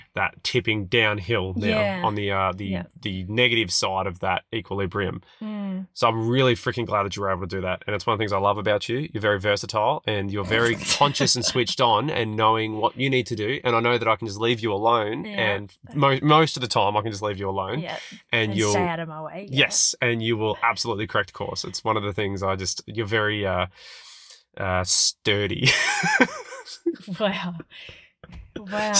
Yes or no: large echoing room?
no